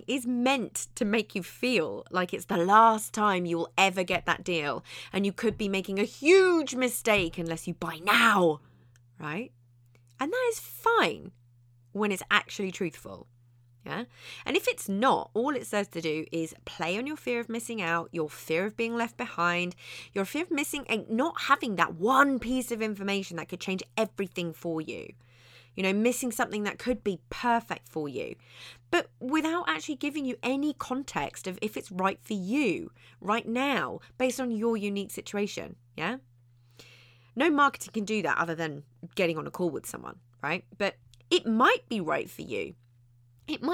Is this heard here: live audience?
no